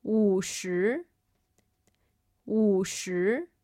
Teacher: this partial third tone, where the third tone drops down, but then it doesn't rise again. And then the second tone is what carries it back up. 五十。五十。 It goes down on the first character and then up on the second.